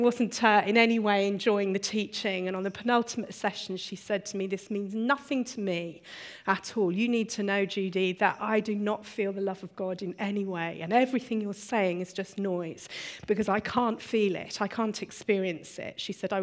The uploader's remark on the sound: Recorded on 7th February 2016 at our Bournville gathering